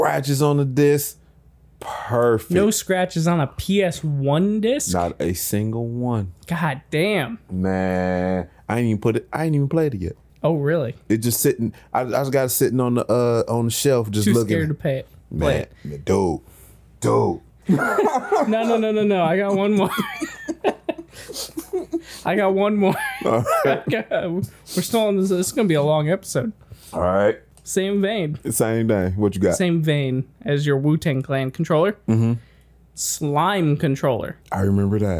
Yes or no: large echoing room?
no